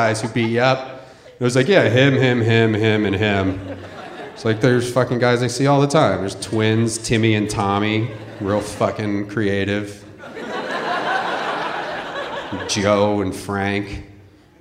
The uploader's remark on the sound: Live from San Fran 2014